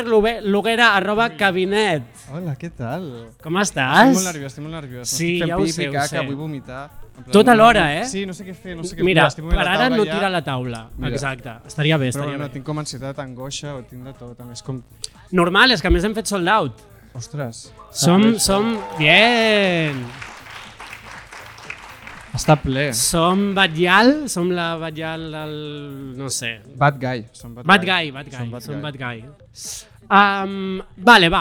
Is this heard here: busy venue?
yes